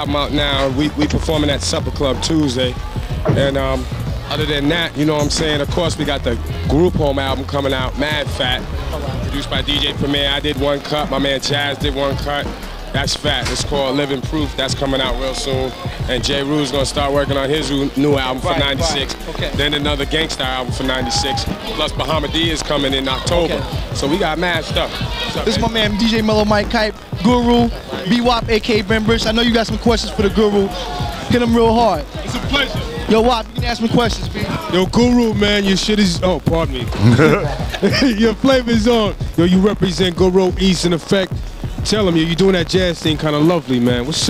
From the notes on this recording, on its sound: Via phone call in from ORANGEBURG SOUTH CAROLINA.